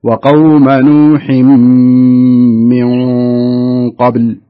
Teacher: بعدين جت النون الساكنة وبعدها حرف القاف يصير إخفاء